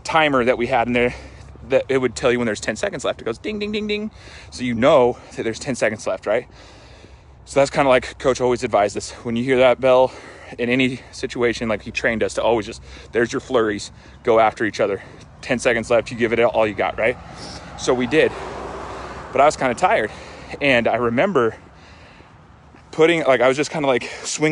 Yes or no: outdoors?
yes